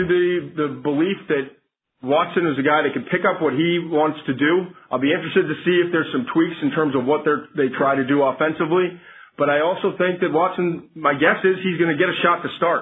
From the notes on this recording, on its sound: NFL Draft Conference Call